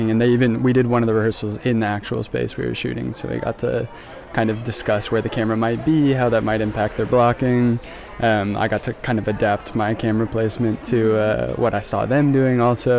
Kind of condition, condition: setting, busy venue